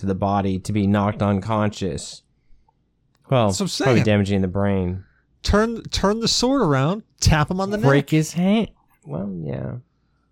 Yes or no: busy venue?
no